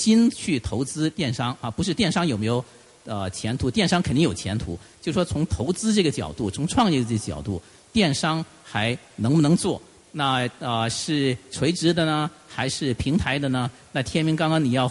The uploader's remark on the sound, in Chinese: 中國股權投資大會錄音